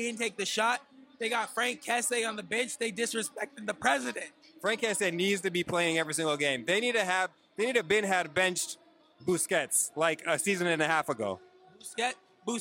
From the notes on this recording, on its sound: Live From Camp Nou! This week we are coming live from Camp Nou in Barcelona! We're here watching Barcelona take on Osasuna.